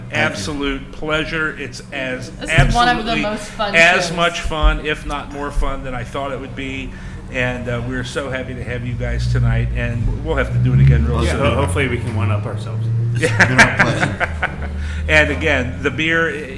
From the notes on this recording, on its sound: Live at Listermann Brewing Company! This episode of Cincy Brewcast should be done live from their hallowed taproom on Dana Avenue.